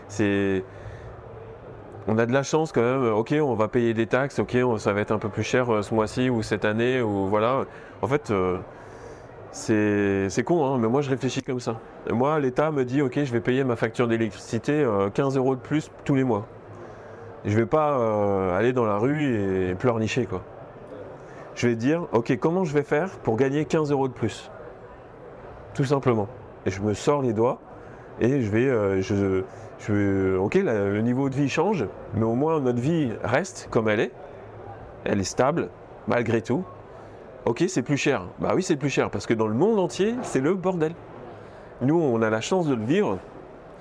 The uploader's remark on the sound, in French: Un nouvel épisode enregistré sur le salon Milipol à Paris.